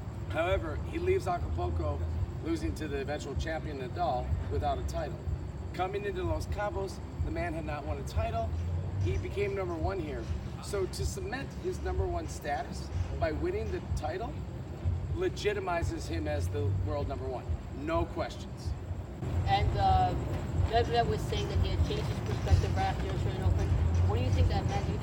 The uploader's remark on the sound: Post Match Press Conference & Review (On Site) - The Mifel Tennis Open.